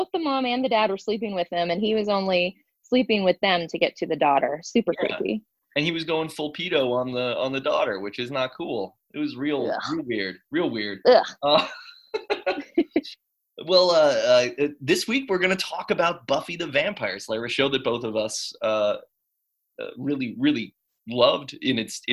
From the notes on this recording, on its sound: Talk via Zoom (sorry about the audio).